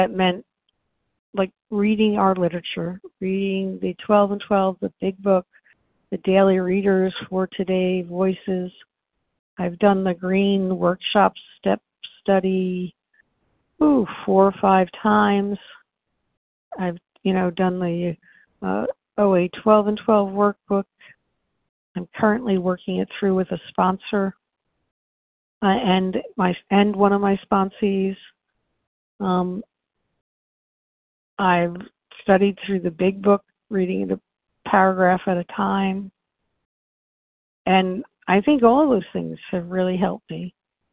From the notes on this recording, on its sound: from the 100 Pounders Phone Meeting